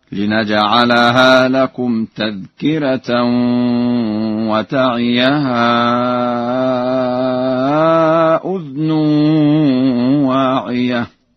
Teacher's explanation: قرأ ورش بإسكان الذال هكذا: لنجعلها لكم تذكرة وتعيها أذن واعية.